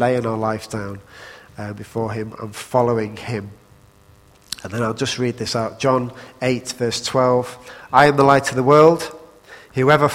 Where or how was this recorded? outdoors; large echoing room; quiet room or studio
large echoing room